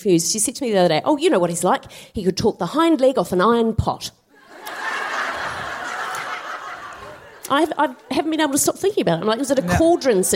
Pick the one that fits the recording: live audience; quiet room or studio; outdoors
live audience